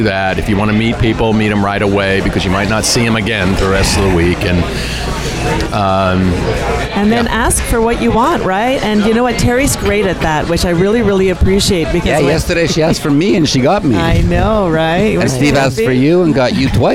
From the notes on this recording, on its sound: Broadcast on location from the Promenade Deck of the Royal Caribbean Cruise Ship. Out on the open seas.